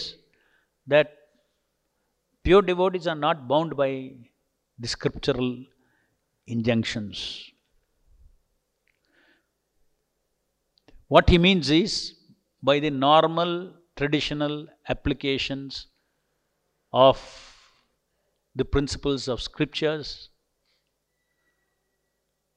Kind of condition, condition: setting, large echoing room